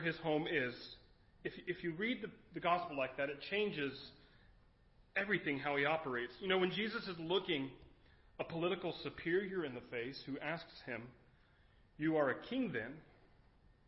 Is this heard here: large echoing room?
yes